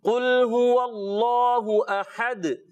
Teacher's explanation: اس میں جلالت اللہ پاک کا لام موٹا کریں گے، موٹا کر کے قل ہو اللہ احد.